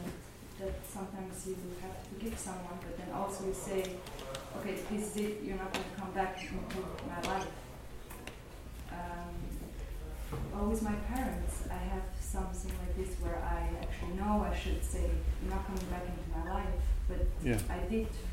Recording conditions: live audience